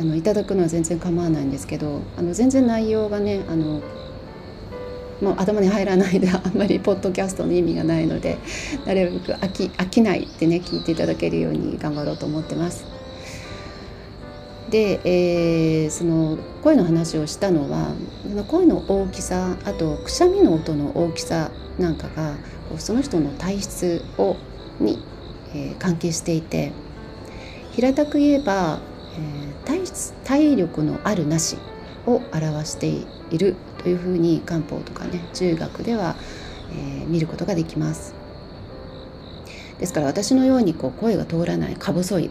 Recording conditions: sounds in the background